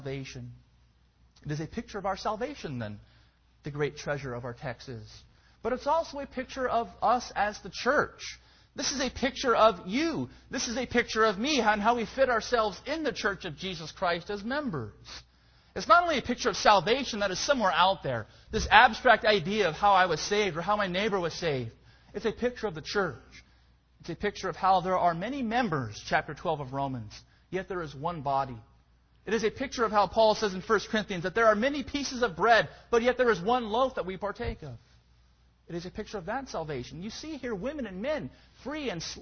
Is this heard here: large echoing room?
yes